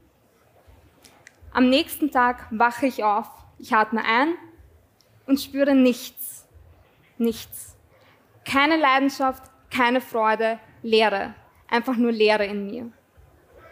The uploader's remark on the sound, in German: Dieser Ausschnitt wurde live beim Greator Festival aufgezeichnet.